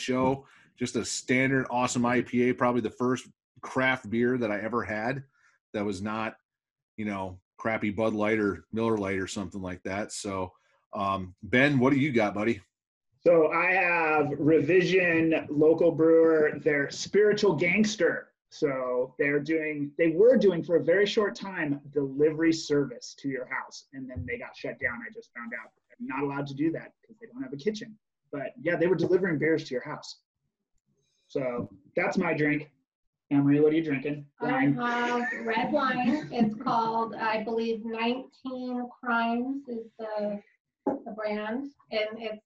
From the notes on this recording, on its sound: Hosted a virtual happy hour on Zoom. As an escape from the isolation as a result of COVID-19.